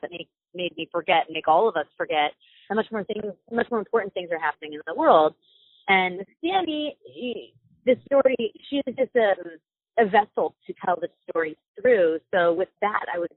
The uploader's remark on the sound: Spoke exclusively to us via phone. This interview was done via phone, so the audio is not our typical quality.